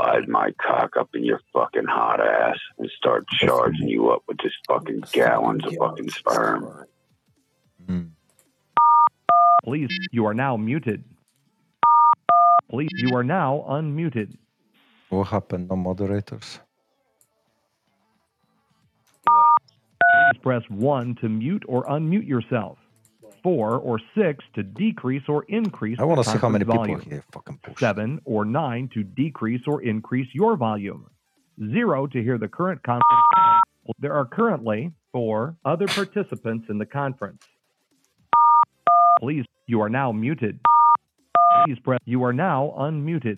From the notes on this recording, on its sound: the world's best prank phone calls